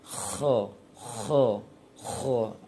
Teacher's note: Ada terasa aliran nafas yang kuat dari mulut kalau kita letakkan telapak tangan di depan mulut. Dan dia sifatnya rukhawah, bukan syiddah. · Term: hamas